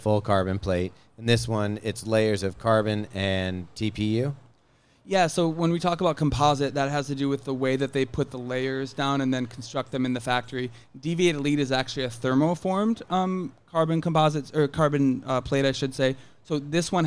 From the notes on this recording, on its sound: Live from Austin. This week, we're live from The Running Event in Austin, TX with a stacked lineup of Puma guests.